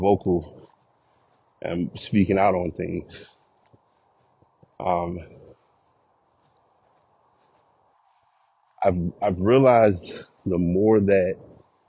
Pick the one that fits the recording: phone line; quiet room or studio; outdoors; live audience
outdoors